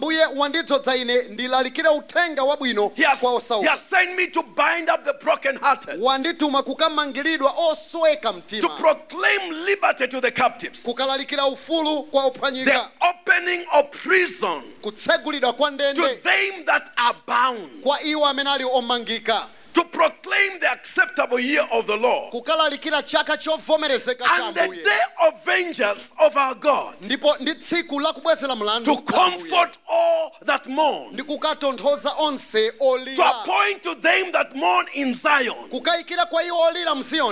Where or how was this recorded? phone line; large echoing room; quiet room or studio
large echoing room